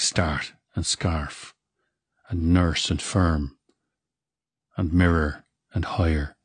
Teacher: This is a rhotic dialect. In other words, the R that follows the vowel does colour the vowel.